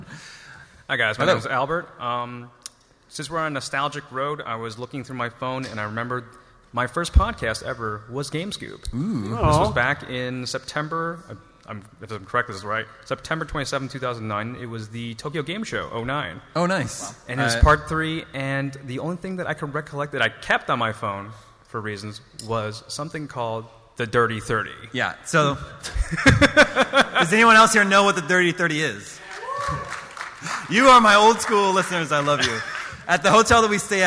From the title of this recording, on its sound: IGN's PAX East 2016 Panel